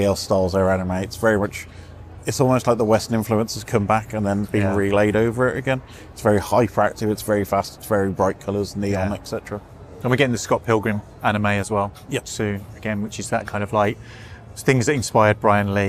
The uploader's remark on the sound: as we record during Birmingham Anime Film Festival at the Mockingbird Cinema, Birmingham!